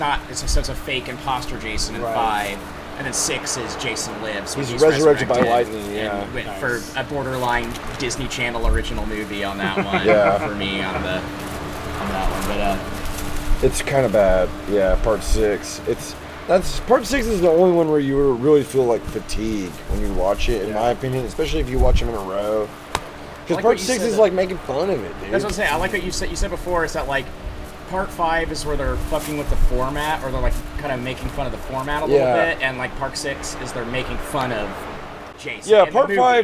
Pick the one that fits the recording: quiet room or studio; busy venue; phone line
busy venue